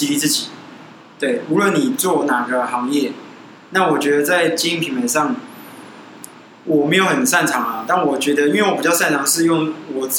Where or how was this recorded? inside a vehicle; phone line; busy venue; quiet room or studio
busy venue